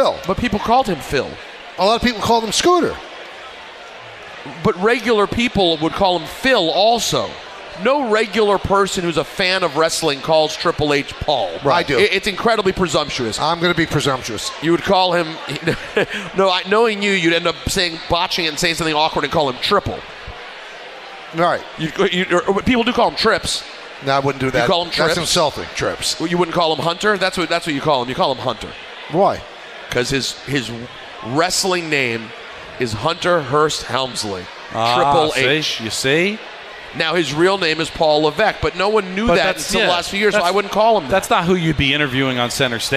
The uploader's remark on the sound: Live from K Korner Bar in Citi Field.